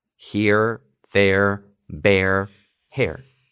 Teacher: Pronunciaban las R's fuertes, así se hablaba el inglés.